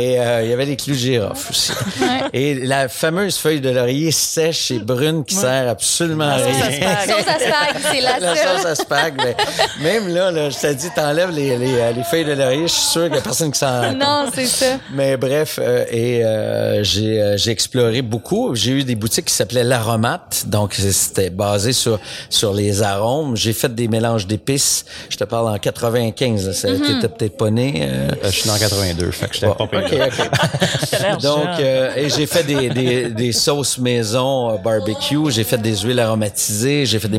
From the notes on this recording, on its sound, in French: en direct de la scène Goutez Lanaudière des Fêtes gourmandes